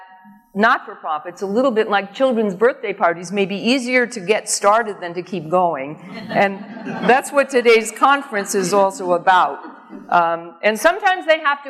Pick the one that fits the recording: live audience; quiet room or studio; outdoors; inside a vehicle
live audience